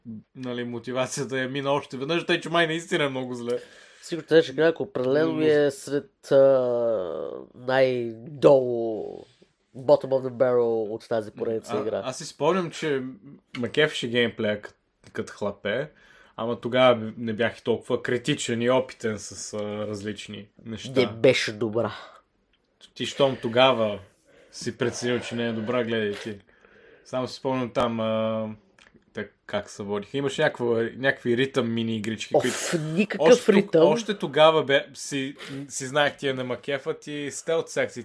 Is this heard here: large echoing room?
no